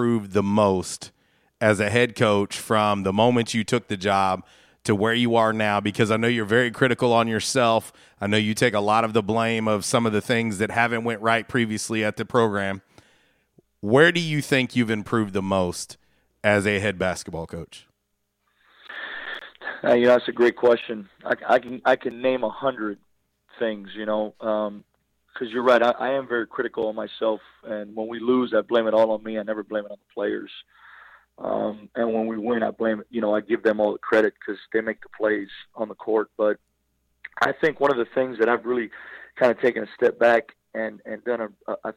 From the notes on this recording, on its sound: LIVE on the Back In Action Hotline. RWRC Radio on The Ticket Radio Network.